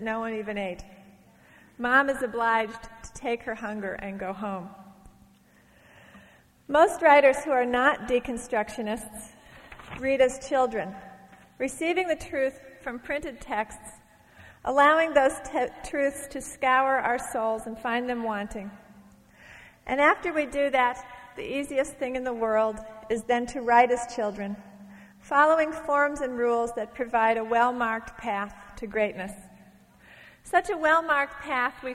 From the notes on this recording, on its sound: From a Portland Arts & Lectures event in 1991.